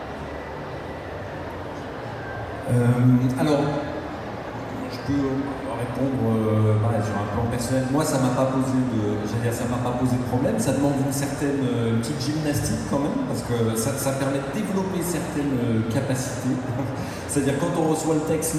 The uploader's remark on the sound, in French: Conférence TGS 2016